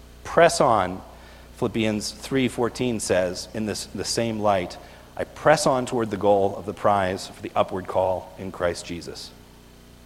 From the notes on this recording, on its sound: This is a video recorded at the Lebanon Bible Fellowship Church in Lebanon, PA on 12/02/2018 during the evening service